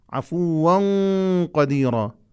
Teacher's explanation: استعلاء القاف وفخامته أثر على الإخفاء